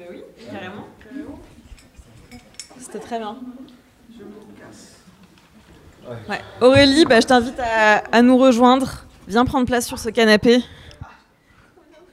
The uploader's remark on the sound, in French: Enregistré à la Cité Fertile mercredi 10 juin